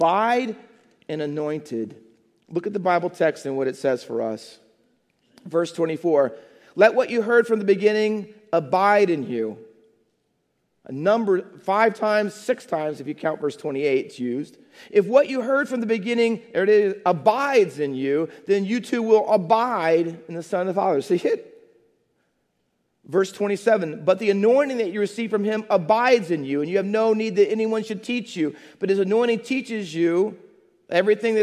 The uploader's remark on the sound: Faith Baptist Church in Hamilton, NJ.